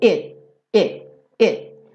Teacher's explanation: uma consoante oclusiva, no caso aqui um T, ao invés de você falar a letra, você dá uma secada na verdade